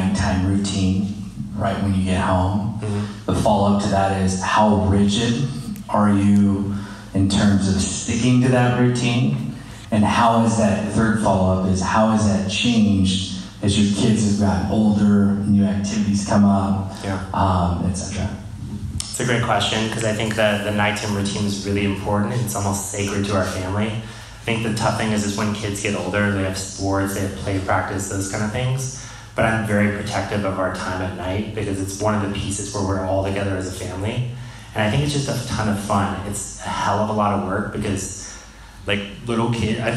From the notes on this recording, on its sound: This episode of The Dad Project is a live recording. This episode was recorded in front of a live audience and is followed up with audience Q&A.